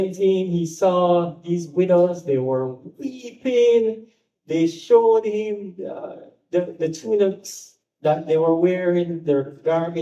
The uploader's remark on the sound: Message preached at Grace Family Church, Caymanas Estate, Jamaica